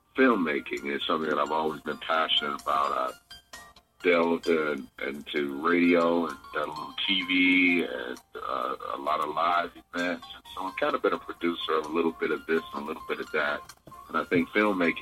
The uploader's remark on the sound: phone interview